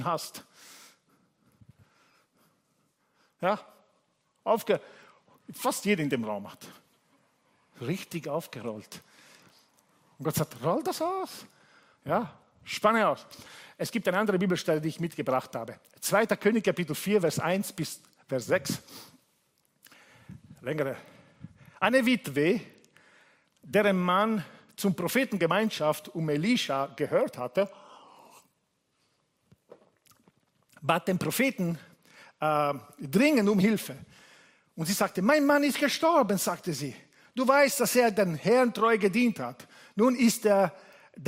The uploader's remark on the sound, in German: Gottesdienst live aus der LIFE Church Wien.